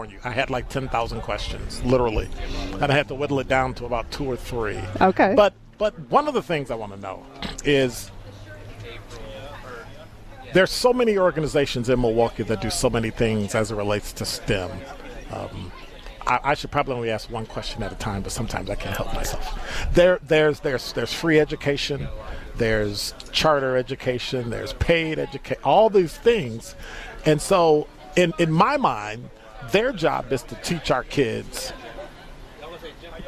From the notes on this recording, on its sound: broadcasts LIVE from Sherman Phoenix